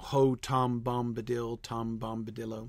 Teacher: You can't count the opening of the line because that's always spondaic. That is multiple stressed syllables in a row